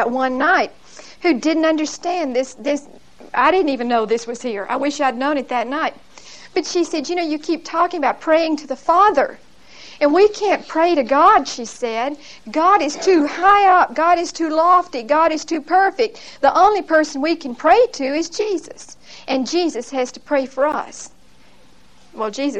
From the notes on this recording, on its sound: Recorded 12/2/1975 at Whitesburg Baptist Church.